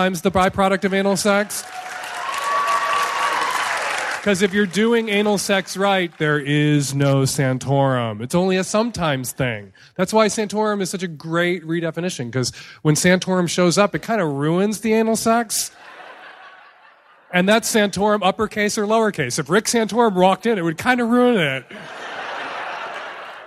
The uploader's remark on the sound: Live in Chicago!